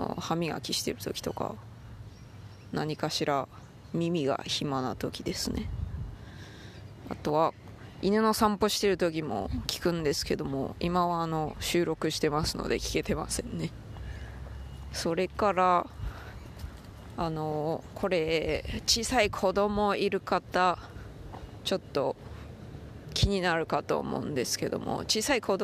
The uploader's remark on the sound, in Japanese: 骨伝導ヘッドホンでPodcast Addictな日々。犬の散歩をしながら収録しました。